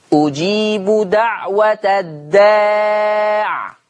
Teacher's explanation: وقفا لما هيقف ورش على الداع بسكون العين